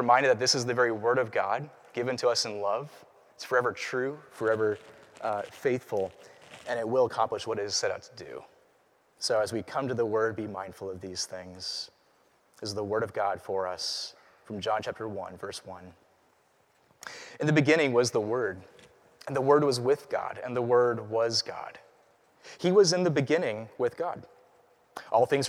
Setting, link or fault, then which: setting, large echoing room